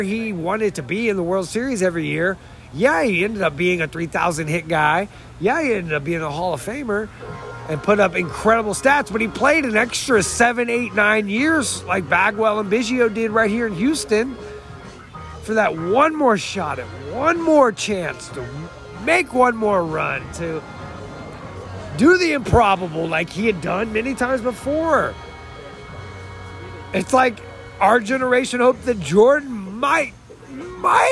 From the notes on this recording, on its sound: LIVE from The New Potato in downtown HTX